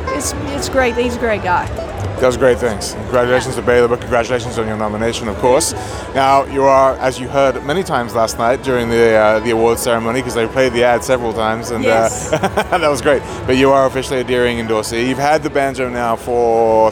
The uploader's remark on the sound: Live From IBMA 2022. Stopped by to say hello to us at IBMA.